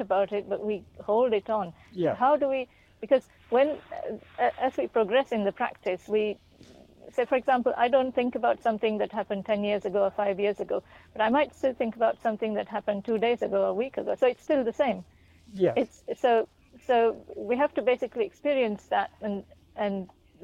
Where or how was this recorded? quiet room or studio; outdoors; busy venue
outdoors